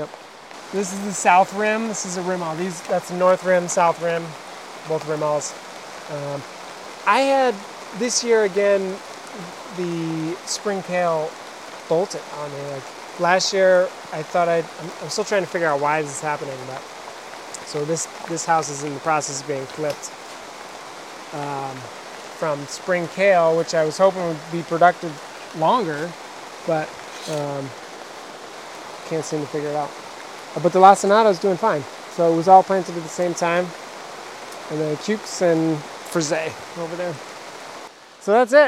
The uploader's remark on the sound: The first hour and twenty minutes is a sit down discussion talking about their farm story and the remaining forty minutes part of of the show features a walking tour of the farm where you can listen to the rain as we walk between high tunnels and rows of kale.